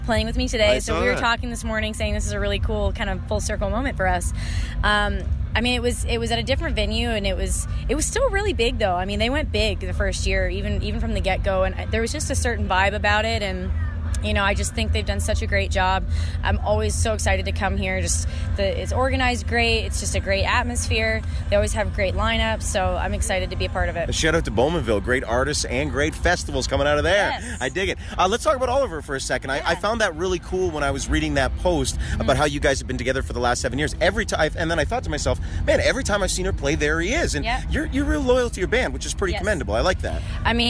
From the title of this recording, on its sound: Live from Boots & Hearts